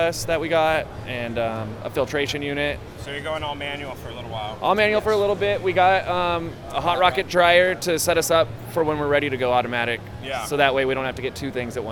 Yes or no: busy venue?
yes